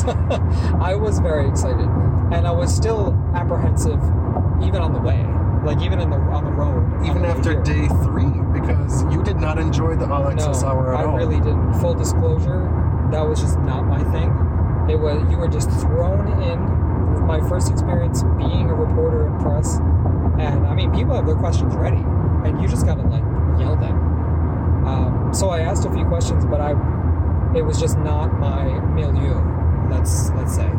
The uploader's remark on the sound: We're recording in the car again